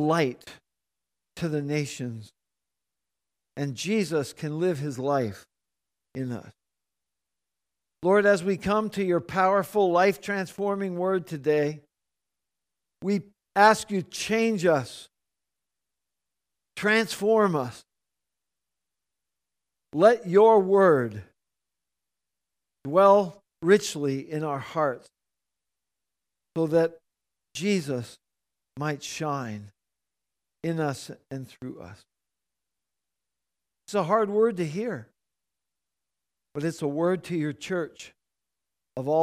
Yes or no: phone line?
no